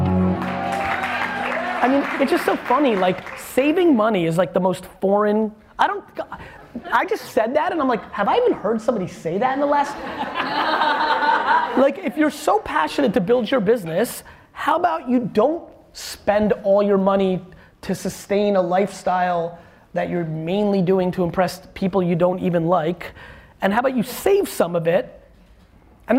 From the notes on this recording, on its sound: keynote segments I did in NYC at the Twitter Headquarters, a VaynerMentors session and at Luminary